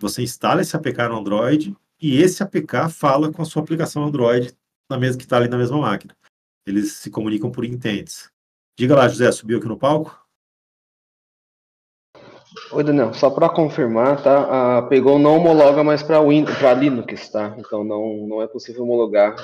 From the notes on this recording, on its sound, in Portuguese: Realizado ao vivo no dia 23/01/2024 no Discord do Projeto ACBr.